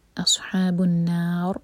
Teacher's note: یہ را ہیوی ہوگا کیونکہ اس سے پہلے ہے فتحہ